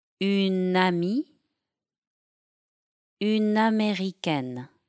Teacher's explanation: When une is followed by a vowel or an H, it will have a strong gliding.